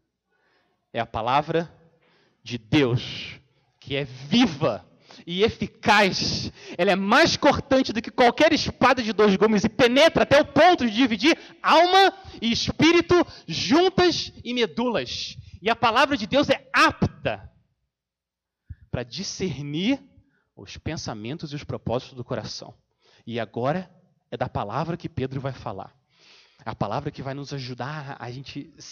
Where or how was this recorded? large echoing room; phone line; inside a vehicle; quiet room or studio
large echoing room